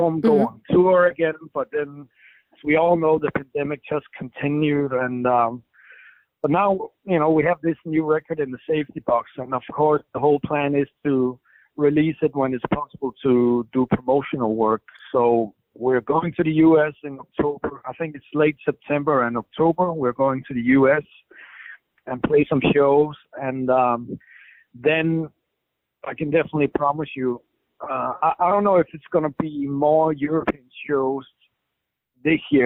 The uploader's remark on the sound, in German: Telefoninterview